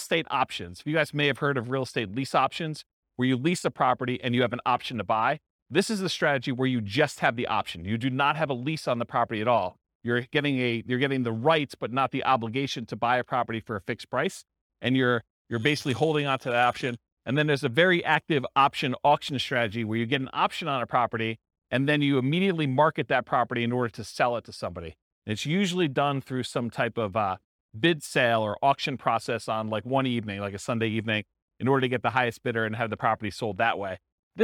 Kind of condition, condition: setting, live audience